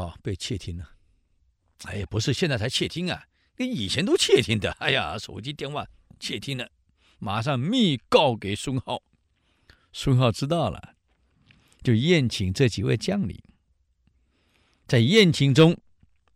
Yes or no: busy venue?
no